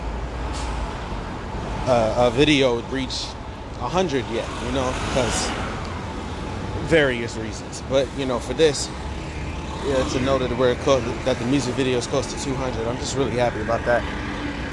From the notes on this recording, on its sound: Sorry for the loud noises on the train and bus